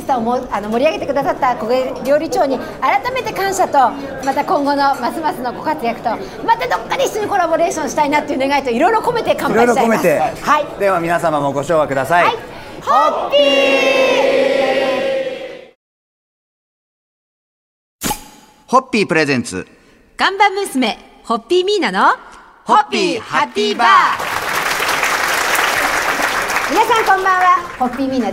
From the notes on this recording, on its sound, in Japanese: Hoppy FESTA 2018 SUMMER in重慶飯店 公開収録。